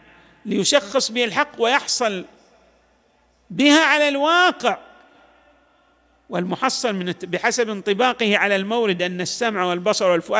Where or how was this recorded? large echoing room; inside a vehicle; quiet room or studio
large echoing room